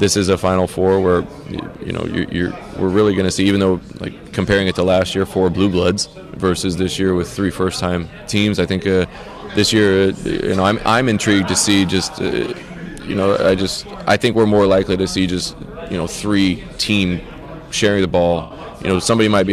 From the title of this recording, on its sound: LIVE FROM THE FINAL 4